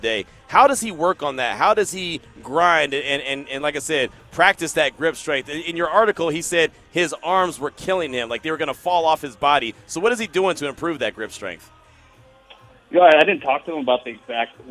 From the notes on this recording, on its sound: LIVE FROM NBA SUMMER LEAGUE.